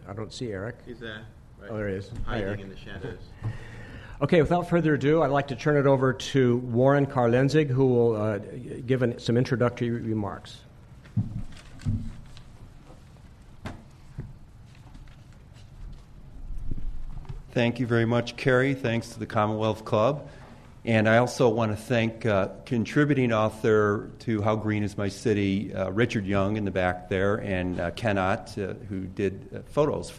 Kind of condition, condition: setting, live audience